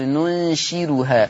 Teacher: قرأ ورش بالراء المهملة مع ترقيقها، مع ترقيق الراء، لأن الراء مضمومة ومصبوغة بإيه؟